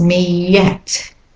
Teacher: Me at becomes me yet, an intrusive Y there.